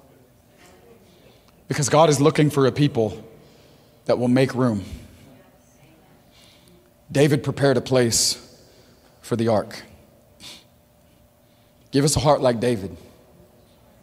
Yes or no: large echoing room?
yes